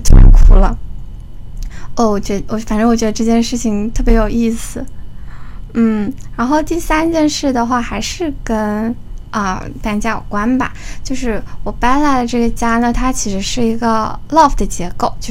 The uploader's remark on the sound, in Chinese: 录制的设备有点问题时常有电流声 所以有些地方进行了补录。